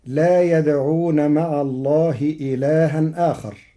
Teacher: قرأ ورش كلمتي إلها آخر بنقل حركة الهمزة إلى الساكن قبلها وحذفها مع تثليث البدل، وقد جرى القارئ على التوسط.